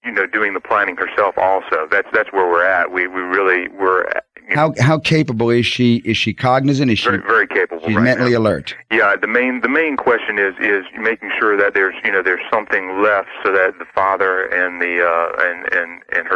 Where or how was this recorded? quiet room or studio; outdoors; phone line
phone line